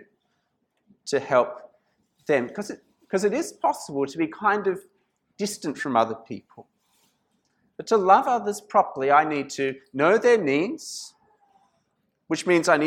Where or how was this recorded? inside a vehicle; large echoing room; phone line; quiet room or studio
large echoing room